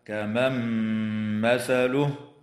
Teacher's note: والنون الساكنة في قوله تعالى: كمن مثله، حكمها الإدغام مع الغنة